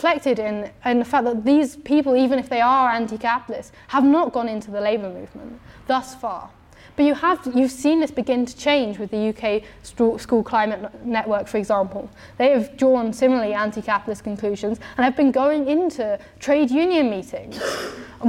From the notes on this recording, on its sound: talk from Revolution Festival 2019